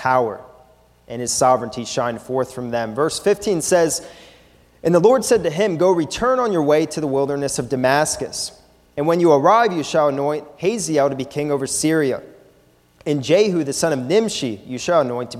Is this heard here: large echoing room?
yes